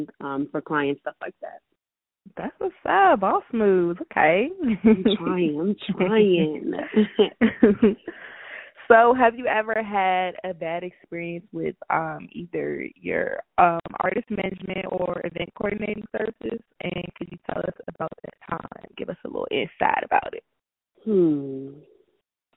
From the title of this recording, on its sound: On the Phone